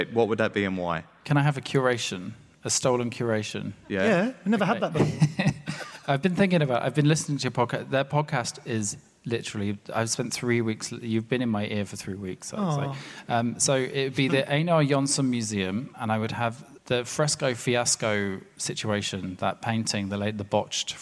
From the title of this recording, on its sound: Live at Hay Festival